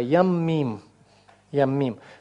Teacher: Ну и поскольку удвоение, то у нас возникает закрытый слог безударный, поэтому у нас сокращается камес до патаха